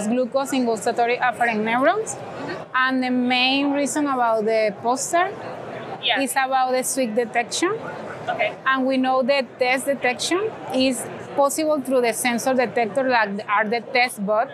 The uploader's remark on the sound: I attended the Society for Neuroscience conference in Washington, DC and interviewed neuroscientists from across the world about their research.